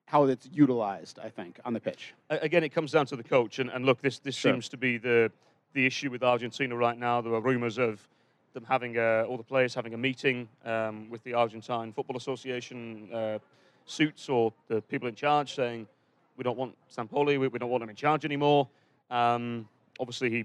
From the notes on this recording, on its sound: World Cup Action LIVE From Brit's Pub. Record a live Sound of the Loons podcast at Brit's Pub in downtown Minneapolis between World Cup Matches.